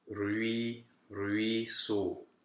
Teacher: You start on U in this combination. You start on U and then you move to E quickly. · Term: upside down H